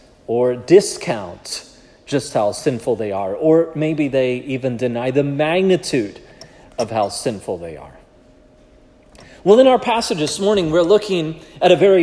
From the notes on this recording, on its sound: This sermon was preached at Providence Church on February 4, 2024